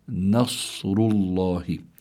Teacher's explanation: لا، لابد النون حكمها الترقيق والصاد حكمها التفخيم، فلابد من ترقيق النون وتفخيم الصاد، فتقرأ نصر الله.